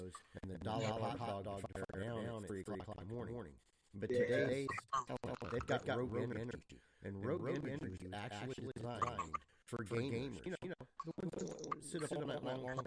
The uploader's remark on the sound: Unfortunately technical issues had an impact on our audio for this episode.